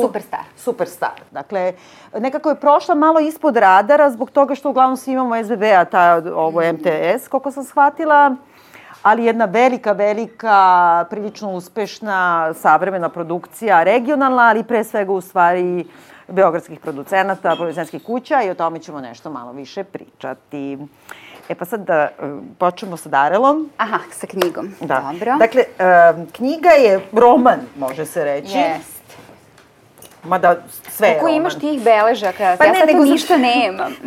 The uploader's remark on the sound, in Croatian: U šestom "live" nastupu "Zadovoljstva u tekstu" pred punom salom našeg domaćina "Krokodila"